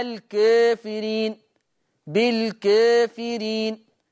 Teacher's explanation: قرأ ورش بتقليل الألف قبل الفاء في لفظي كافرين والكافرين